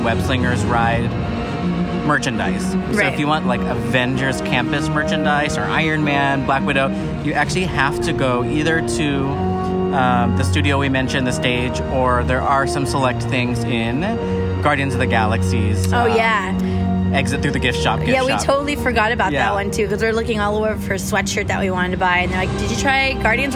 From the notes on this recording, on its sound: WE ARE LIVE FROM AVENGERS CAMPUS!